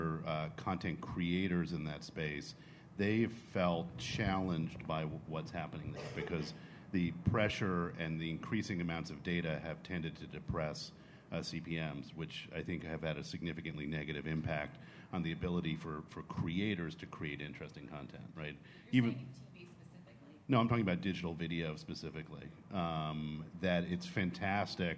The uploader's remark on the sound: an audio recording of the TVOT NYC 2013 session